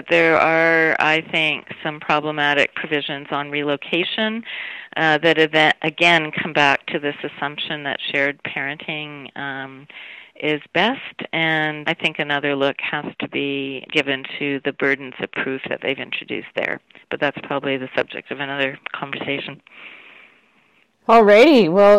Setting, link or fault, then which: link, phone line